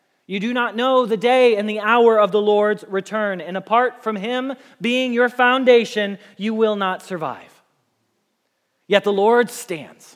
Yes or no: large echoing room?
yes